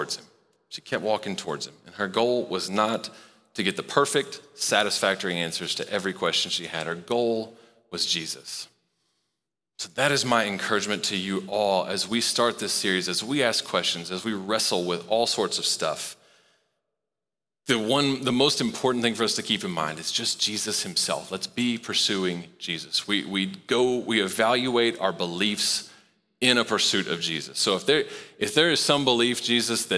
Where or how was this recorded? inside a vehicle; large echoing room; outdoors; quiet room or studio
large echoing room